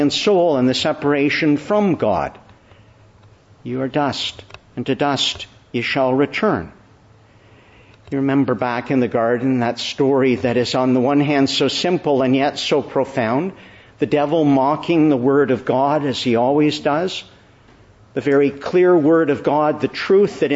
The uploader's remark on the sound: Morning Service. Preached in the Church of the Annunciation of the Blessed Virgin Mary, Ottawa.